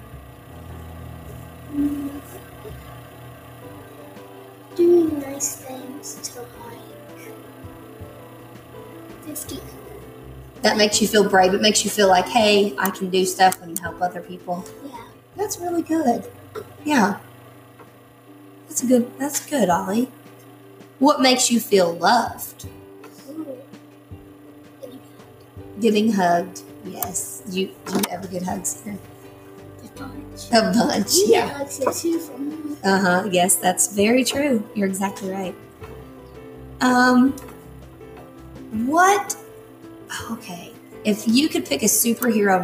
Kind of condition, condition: fault, background noise